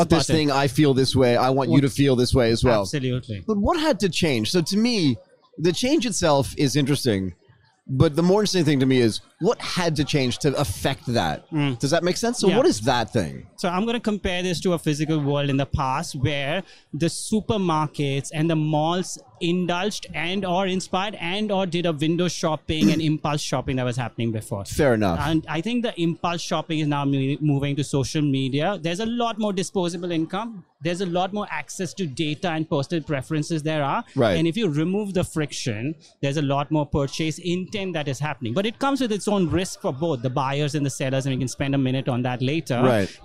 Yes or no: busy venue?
yes